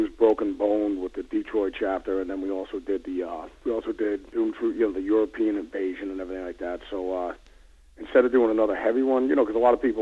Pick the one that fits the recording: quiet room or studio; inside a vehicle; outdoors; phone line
phone line